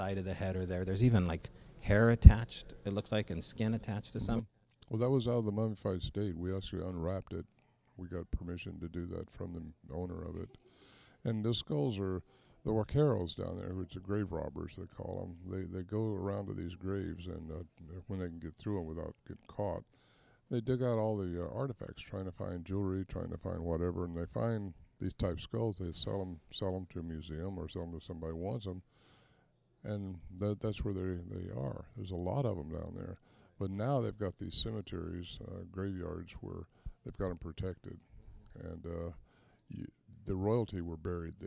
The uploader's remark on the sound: Remote SBR from the Point Casino Hotel